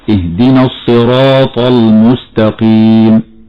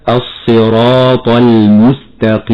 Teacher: من الخطأ هنا تفخيم اللام في كلمة المستقيم · Shown in: first take · فلا نقول خطأ اهدنا الصراط المستقيم، هكذا خطأ مرة أخرى الصراط المستقيم.